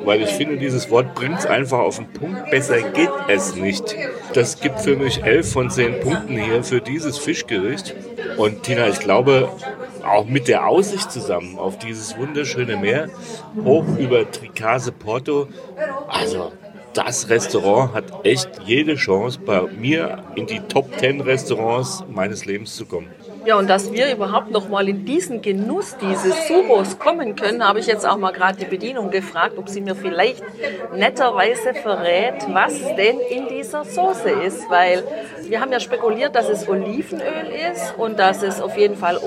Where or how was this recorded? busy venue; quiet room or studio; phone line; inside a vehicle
busy venue